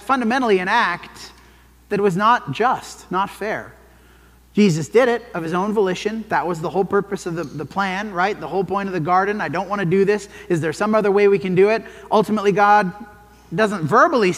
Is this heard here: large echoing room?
yes